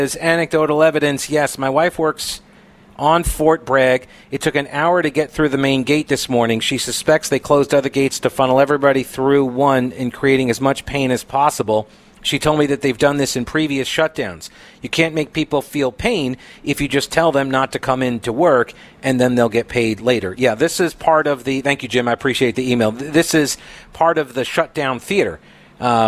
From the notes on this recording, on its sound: Live at the Little Heroes Blood Drive.